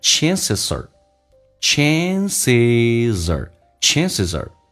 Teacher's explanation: Chances are, chances,后面记住发 z,二有一个连音，二不被这个强调的时候会弱化成一个儿化音叫 r,就变成 chances are